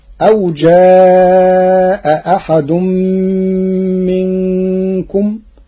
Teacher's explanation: قرأ ورش كلمتي جاء أحد بتسهيل الهمزة الثانية